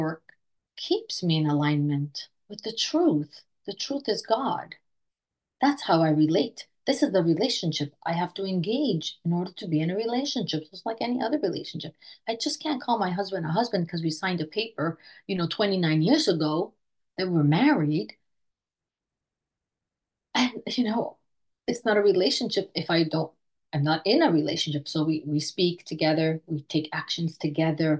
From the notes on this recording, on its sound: Recorded at the Recovery From Relapse Special Focus Meeting Tuesdays at 6am PST/9am EST/2pm GMT Meeting ID.